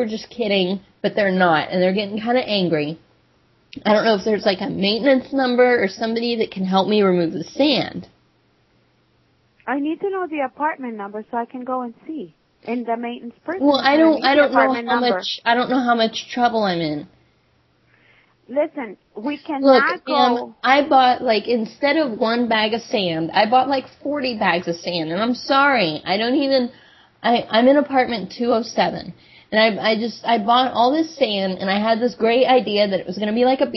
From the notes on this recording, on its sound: "apartment ohemgee needs help" from archive.org was assembled into the "RBCP's Personal Prank Phone Calls Collection" podcast by Fourble.